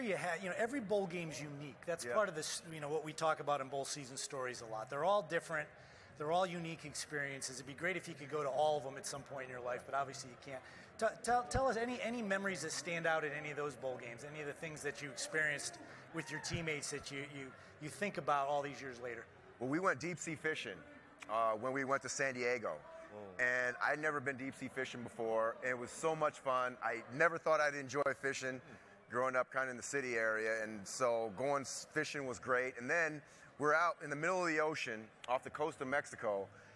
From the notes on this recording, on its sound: Live from the College Football Playoff National Championship